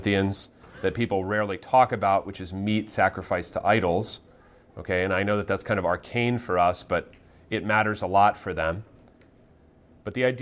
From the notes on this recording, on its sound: given at Gottesdienst's Fall 2021 conference